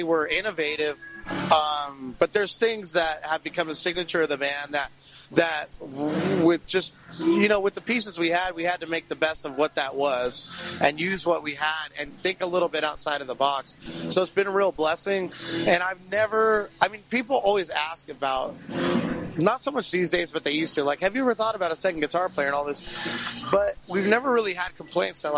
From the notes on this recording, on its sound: Interview recorded backstage at The Masquerade in Atlanta.